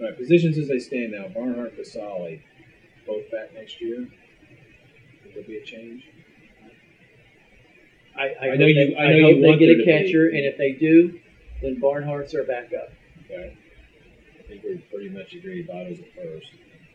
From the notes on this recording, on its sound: Please forgive the audio quality. We had some technical issues, but we wanted to post this show anyway.